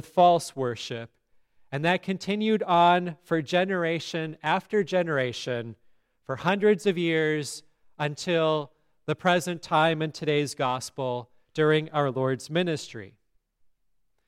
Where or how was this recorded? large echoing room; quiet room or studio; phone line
large echoing room